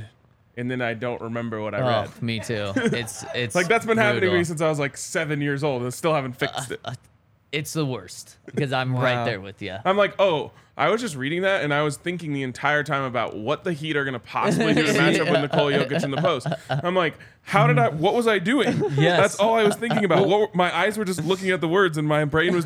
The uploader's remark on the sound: coming to you LIVE from the DNVR Bar